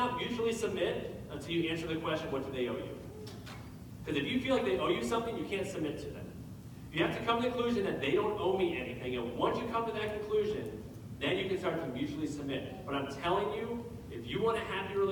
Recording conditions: poor sound quality